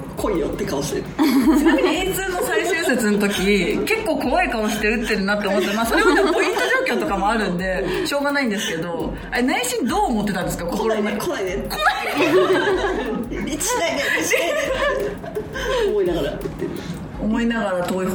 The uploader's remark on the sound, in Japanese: MALUTA CAFEさんでの公開収録。